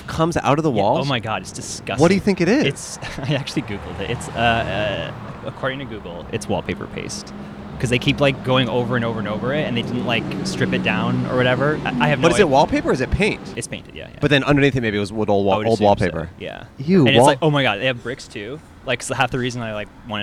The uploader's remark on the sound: To this episode that we recorded at the Los Angeles Marathon! Recorded 3/19/23 on Hollywood Blvd in Los Angeles, CA.